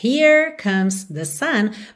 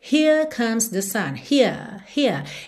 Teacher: É um alongamento da vogal, ao invés de um enrolamento da língua. · Shown in: second take